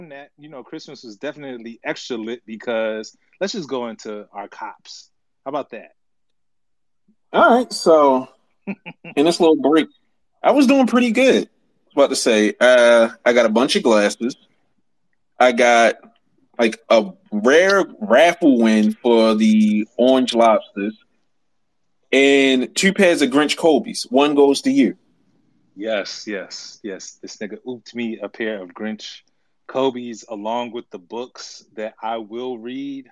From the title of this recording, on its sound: LIVE FROM TWITTER SPACES!